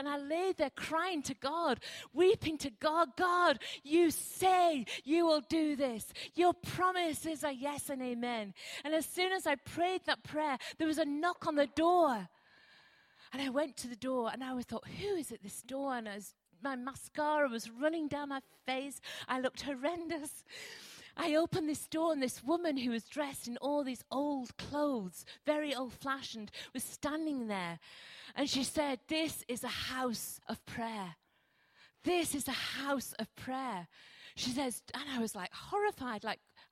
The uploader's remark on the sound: Recorded at freedomcentre church, Preston